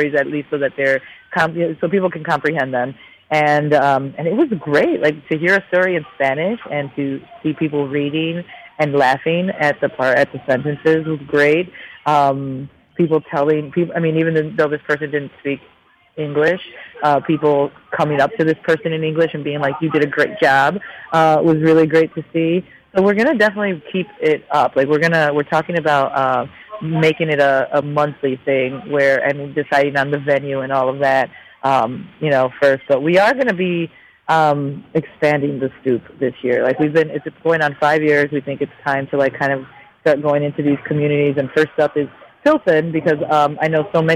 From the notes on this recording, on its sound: phoned